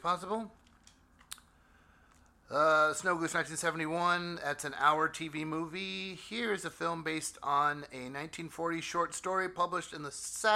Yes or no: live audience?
no